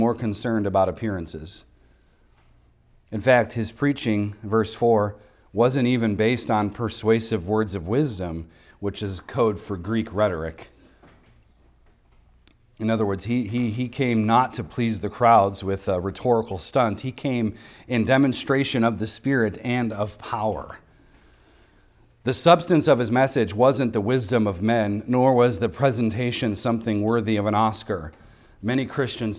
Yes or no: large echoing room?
yes